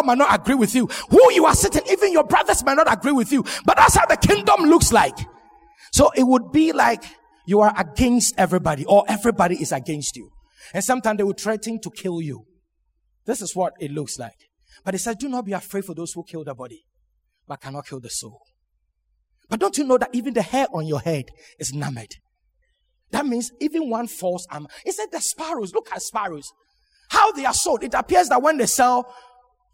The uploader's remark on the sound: Sermon preached at Shiashie Campus